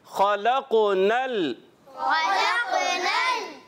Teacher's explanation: حرف مستعلیہ ہمیشہ پر پڑھے جاتے ہیں. اس کلمے میں خا اور قاف یہ حرف مستعلیہ میں سے ہیں، ان کو ہم نے موٹا پڑھنا ہے